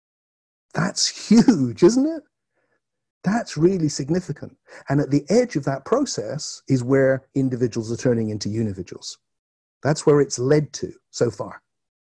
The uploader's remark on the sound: Presentation for an online conference held May 2020.